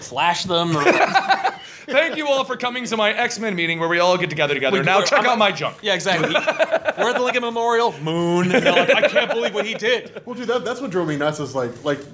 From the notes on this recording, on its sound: we had a live panel at Rhode Island Comic Con 2015!